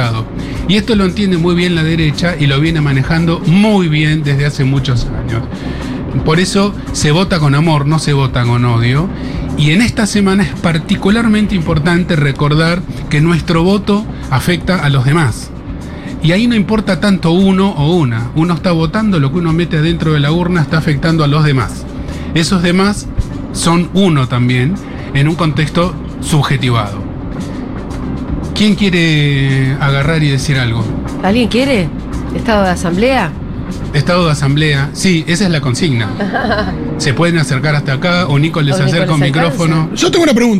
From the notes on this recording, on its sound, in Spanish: Segurola en vivo en Yunta Bar. Futurock FM.